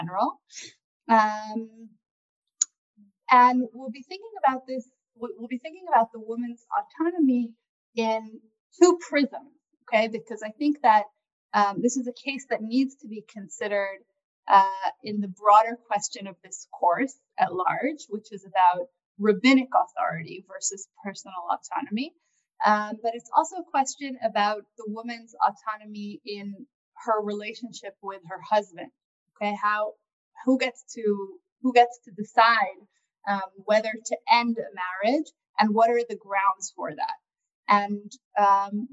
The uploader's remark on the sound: This audio was originally captured from Zoom.